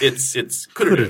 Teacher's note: it's Kururu with the accent on the first syllable